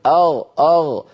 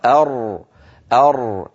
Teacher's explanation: الكلام الراء الفصيحة أر أر لا شفتين فيها بمعنى لا واو، ولا بد من قرع مخرجها أر بحيث لا يختلط صوتها بصوت الغين · Shown in: second take